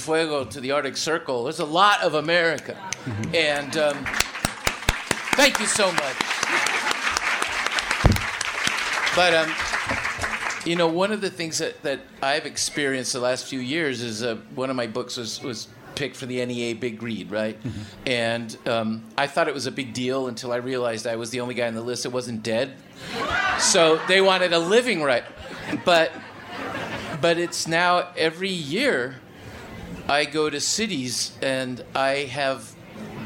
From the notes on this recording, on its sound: Remarks made at the 2018 Tucson Festival of Books at the Nuestras Raices stage.